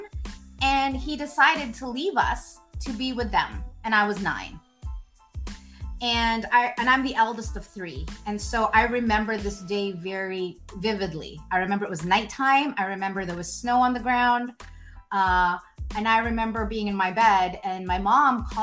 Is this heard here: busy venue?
no